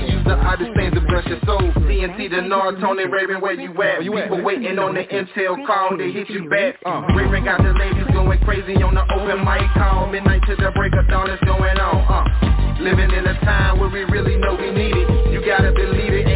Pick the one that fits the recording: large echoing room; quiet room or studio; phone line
phone line